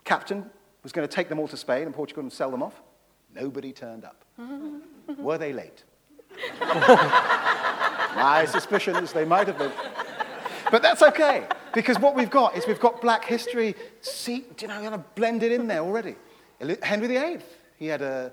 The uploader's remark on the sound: This is a recording of a live Platform event from October 2011.